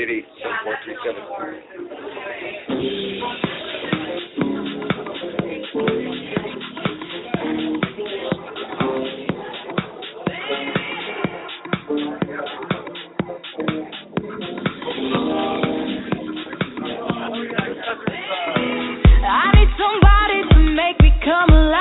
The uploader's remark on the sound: Live at the Old Towne Pub